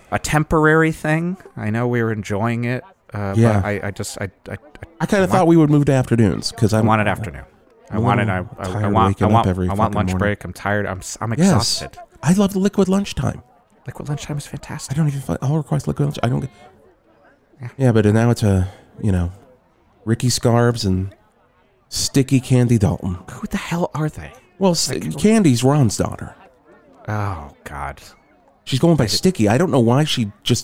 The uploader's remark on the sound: A Live Remote From Val-Mart. Broadcast live from the opening of the newest Val-Mart in Val Verde!